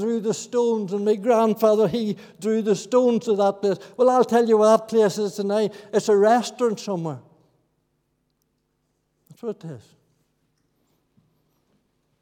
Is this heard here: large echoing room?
yes